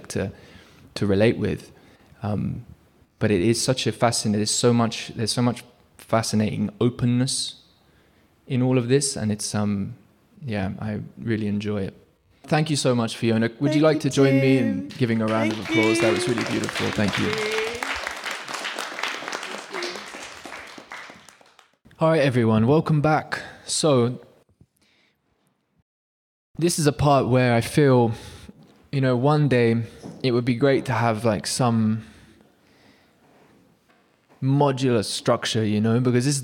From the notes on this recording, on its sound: Live in Melbourne Australia at a Voicecraft Live community event